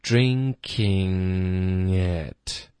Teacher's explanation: drinking it，特的音省略，是不是有一个小小的嗯耶这个音，这是一个后鼻音的连读